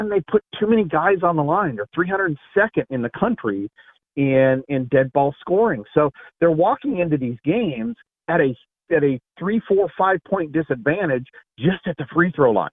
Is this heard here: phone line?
yes